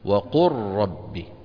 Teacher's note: إذا اجتمع لام ساكنة بعدها راء فإن العرب تدغم اللام في الراء ويصير النطق براء مشددة